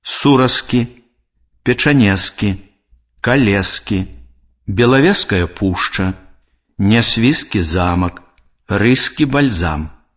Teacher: У спалучэнні зычных ж с к пры вымаўленні выпадае звонкі зычны ж.